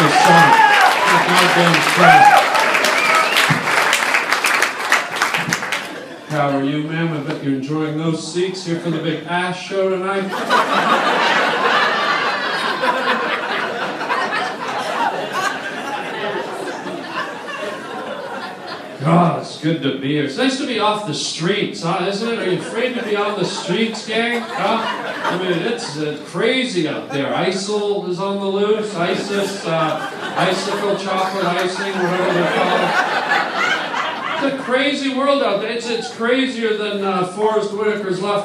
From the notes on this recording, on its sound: a live stand up performance at the world famous Comedy Store on the Sunset Strip